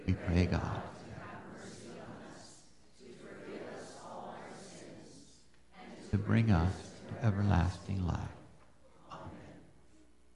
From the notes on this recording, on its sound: Live Worship Service